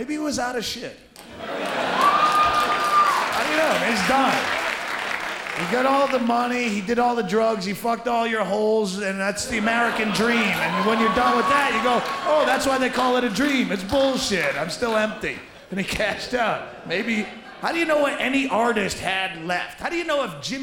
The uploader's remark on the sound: Taped live at the Gotham Comedy Club